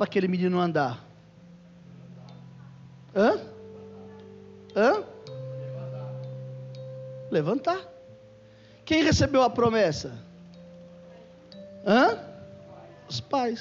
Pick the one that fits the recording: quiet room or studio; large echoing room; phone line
large echoing room